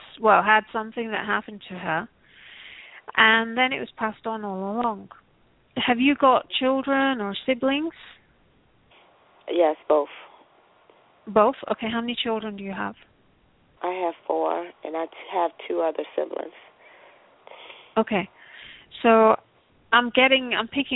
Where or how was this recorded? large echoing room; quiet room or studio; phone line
phone line